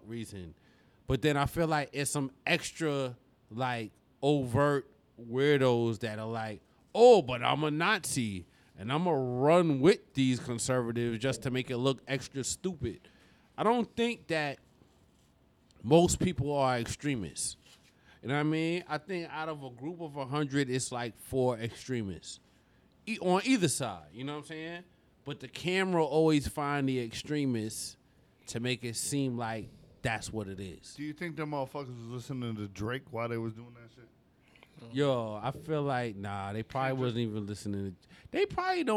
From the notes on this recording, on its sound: This week's episode is done on location at Empire Pizza.